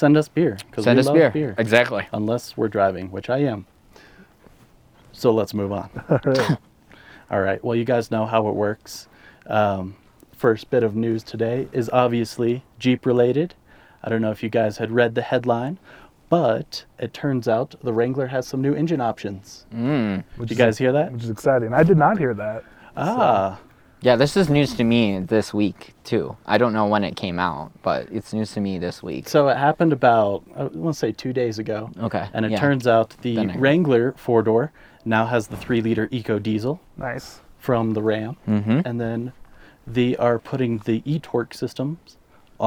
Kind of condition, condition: setting, outdoors